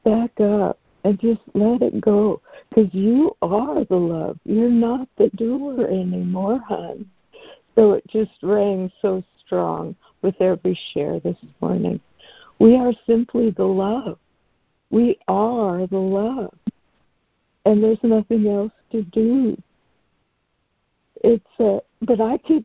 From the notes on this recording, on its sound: ACIM Daily Conference Call